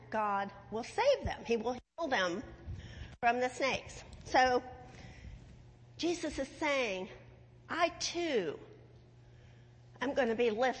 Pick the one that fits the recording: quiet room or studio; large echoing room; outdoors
large echoing room